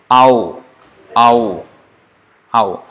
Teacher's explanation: We start with A and end with U. And do the whole transition.